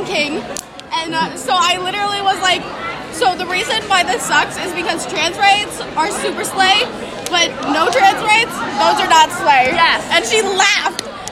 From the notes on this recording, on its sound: we are on stage for Prose Awards